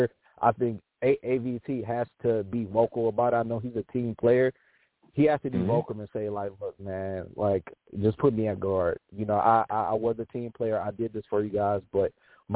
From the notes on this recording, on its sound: I take live callers!